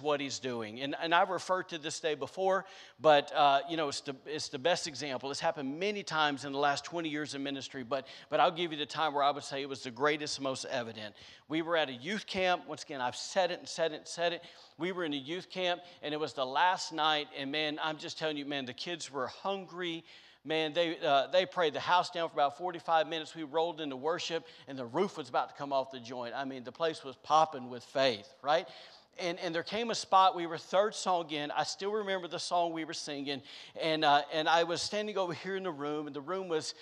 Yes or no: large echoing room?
yes